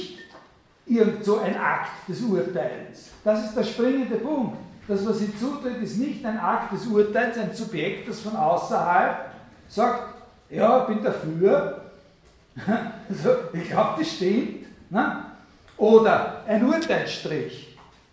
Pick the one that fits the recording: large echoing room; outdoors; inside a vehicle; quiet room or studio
large echoing room